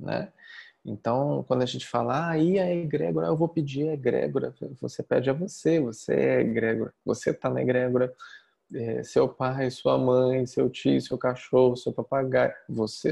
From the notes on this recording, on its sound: Online via Zoom